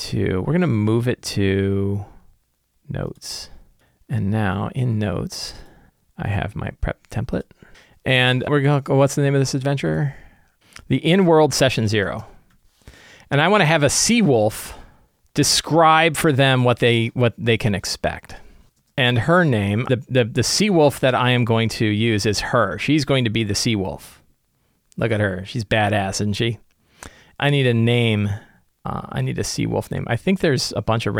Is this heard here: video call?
no